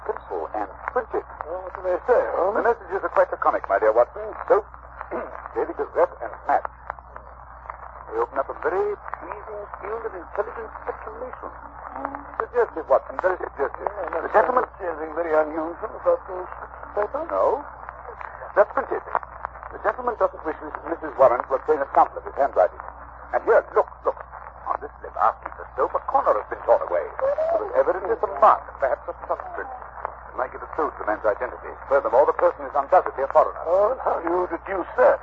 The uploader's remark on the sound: Audio is scratchy, fair quality.